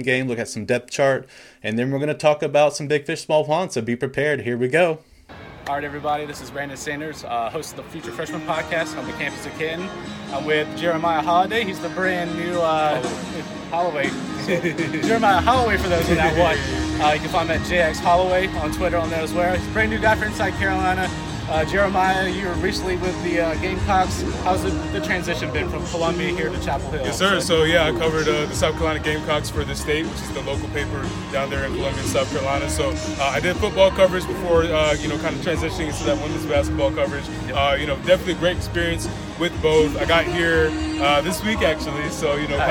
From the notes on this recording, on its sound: live on location and UNC's Spring Game this past weekend